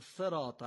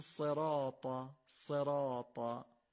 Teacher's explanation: یا نوک زبانی بگیم صراطا، اصلا سه نقطه میشه، اشتباه میشه. باید همون سین فارسی رو درشت بگیم، از گلو بگیم تا صاد بشه · Shown in: second take · ما اگر سین رو یه مقدار پرحجم و با تکیه بر گلو بگیم، خود به خود صاد میشه.